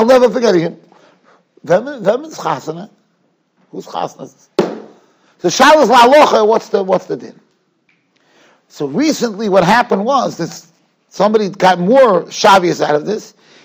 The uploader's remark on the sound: Shiur recorded in Yeshivas Ohr Reuven, Monsey, NY.